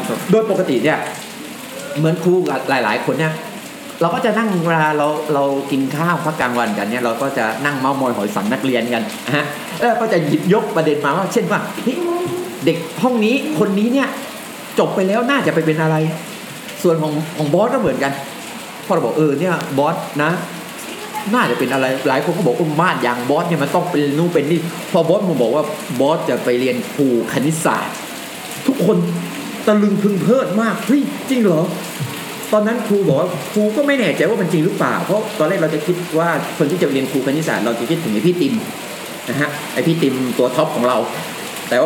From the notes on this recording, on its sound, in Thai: ตอนบันทึกฝนตกหนัก อาจได้ินเสียงฝนหนักหน่อยนะครับ.